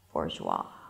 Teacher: The word bourgeois does make me speak with a vocal fry. · IPA: ˈbʊrʒwɑː